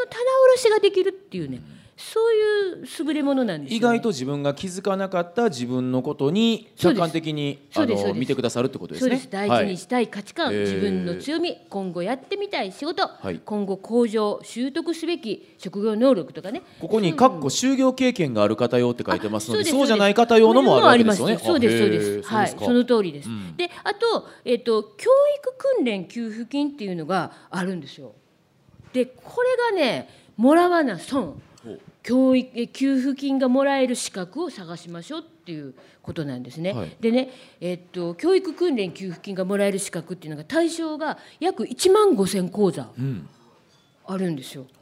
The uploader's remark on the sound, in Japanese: 公開収録。